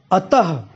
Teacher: जैसे अ और त, अ और त के बाद अगर विसर्ग लगा हुआ यानी कि दो बिंदी आगे लगी हुई, तो उसका उच्चारण हम कैसे करते हैं, अतः, ठीक है, यानी इसका उच्चारण ह की तरह होता है। यानी वर्ण के आगे जो बिंदियां लगाई जाती हैं, जो दो बिंदियां लगाई जाती हैं, उसका उच्चारण ह की तरह होता है